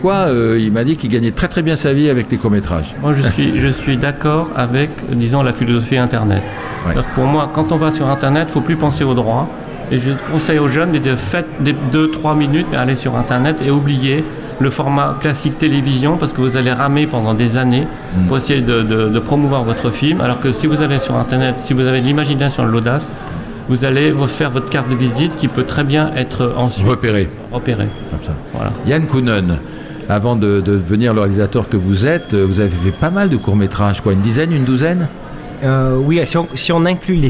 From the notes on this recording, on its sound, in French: LE GRAND LIVE SPECIAL FETE DU COURT METRAGE #1 – EN DIRECT DU CARREAU DU TEMPLE.